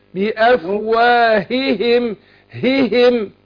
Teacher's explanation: احقق الاثنين عشان ما يبقاش فيه ادغام